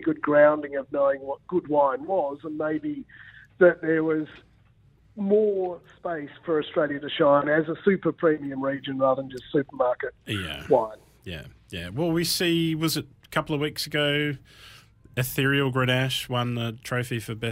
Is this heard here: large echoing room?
no